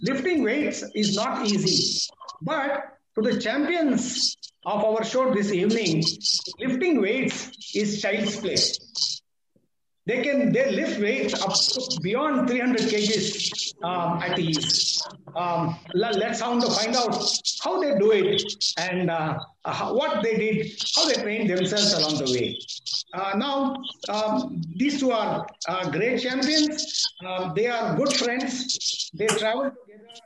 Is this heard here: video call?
yes